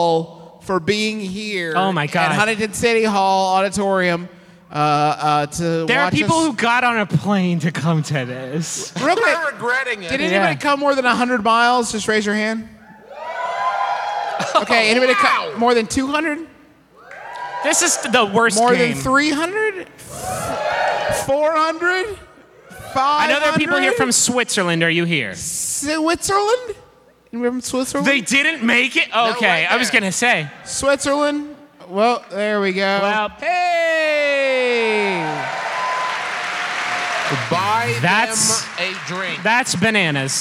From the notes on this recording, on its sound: This one was even more special because we recorded it live in Huntington, WV.